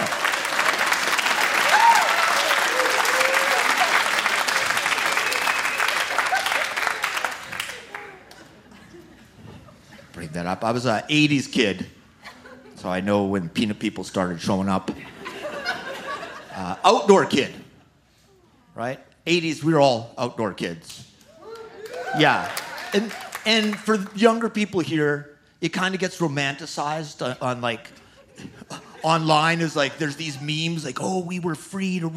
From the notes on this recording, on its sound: From the Okanagan Comedy Festival